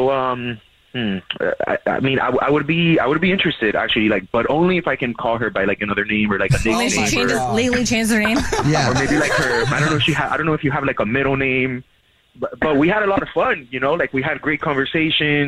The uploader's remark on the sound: We get that other person on the phone.